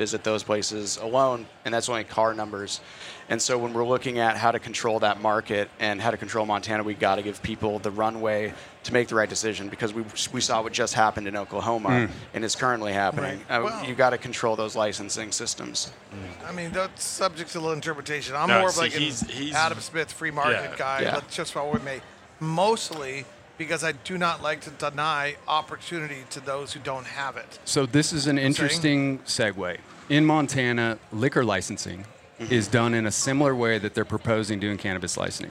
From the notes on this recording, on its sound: Recorded at MJBizCon 2023